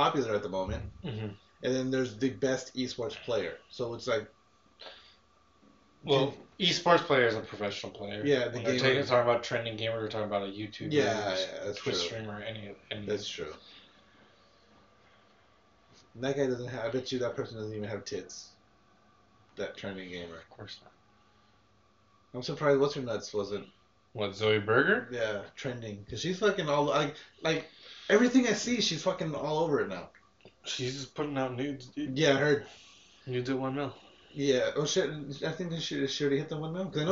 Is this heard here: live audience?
no